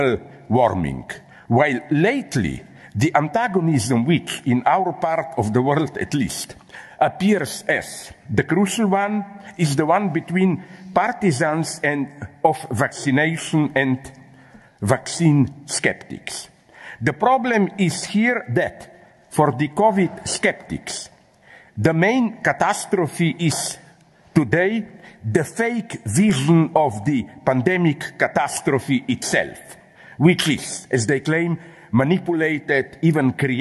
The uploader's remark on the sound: Inauguration of the Käte Hamburger Centre for Apocalyptic and Post-Apocalyptic Studies on 14 October 2021 with the Inaugural Lecture